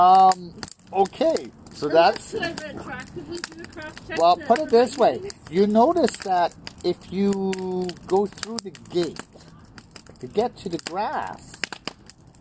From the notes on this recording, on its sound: We decided to try an outdoor event this week, so I appologize for any loud fire sounds that might drown us out. After going through the audio, the fire wasn't as loud as expected.